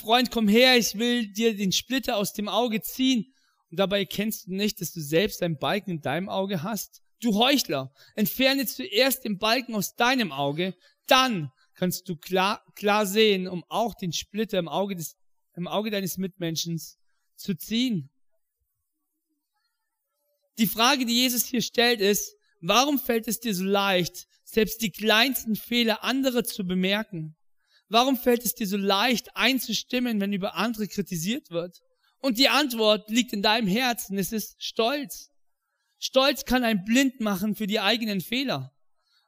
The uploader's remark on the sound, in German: in der Life Church Ansbach